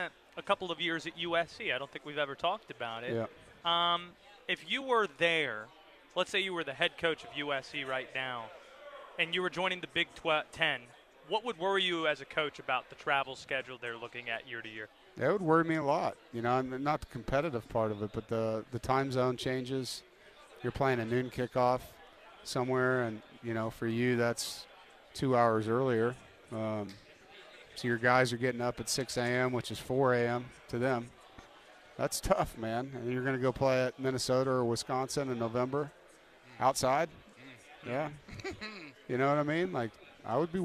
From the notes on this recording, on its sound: Live from ACC Kickoff in Charlotte